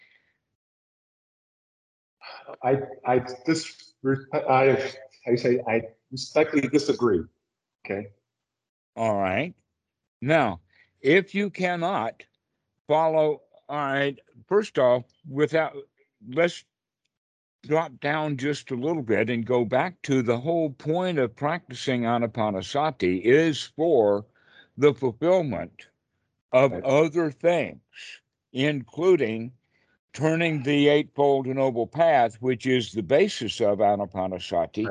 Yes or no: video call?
yes